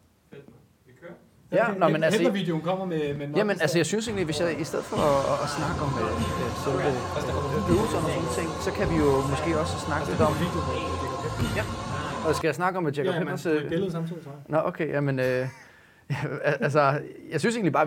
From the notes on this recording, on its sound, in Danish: showet er optaget i VIRUS-butikken på Møntergade 4, KBH K